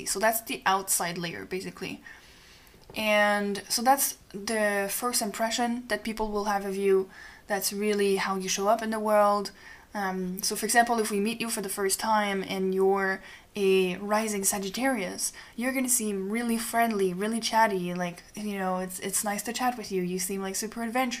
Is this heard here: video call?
no